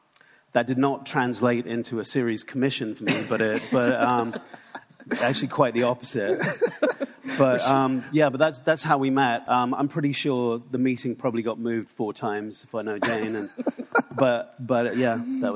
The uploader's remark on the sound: In front of a live audience at 2020's Realscreen Summit in New Orleans.